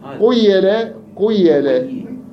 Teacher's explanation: يعني هي تكسرها ولكن يشممها ضمة · Term: الإشمام